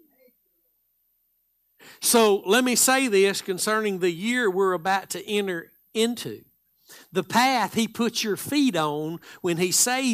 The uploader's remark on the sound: Live Sunday Morning Service